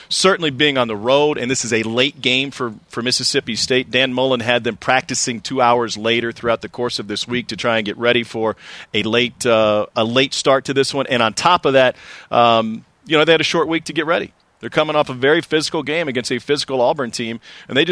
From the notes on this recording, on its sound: It's Gameday in Provo, Live from Lavell Edwards Stadium.